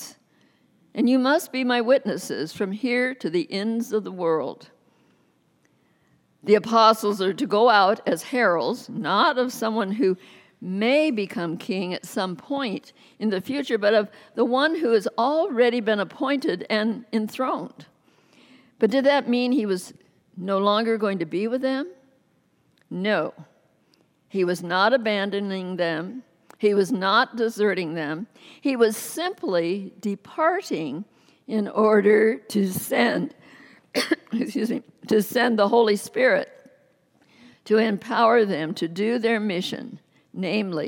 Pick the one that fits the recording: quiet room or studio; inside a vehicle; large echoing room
large echoing room